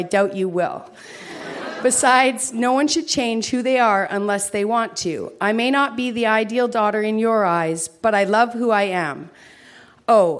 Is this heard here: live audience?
yes